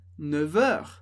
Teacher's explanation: quando a gente faz a liaison, como no caso de 9 heures, 9 heures, esse F passa a ter um som de V